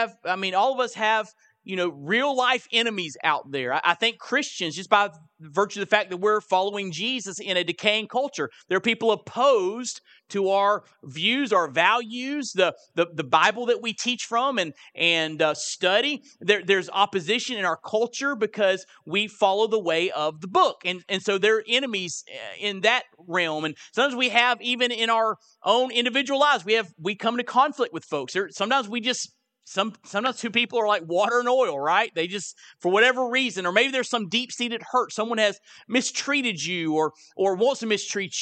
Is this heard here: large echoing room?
yes